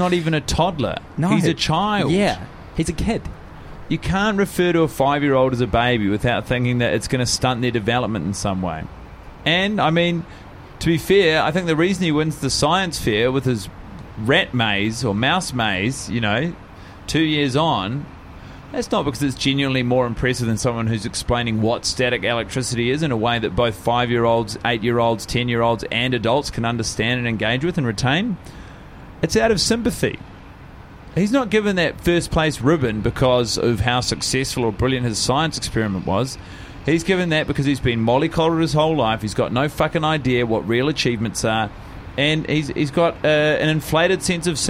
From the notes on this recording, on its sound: The boiz are together in Melbourne and recording on a balcony 34 floors in the air.